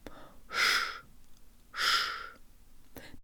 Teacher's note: The sha is pronounced with the tip of the tongue curved upward, but with most of the tongue low.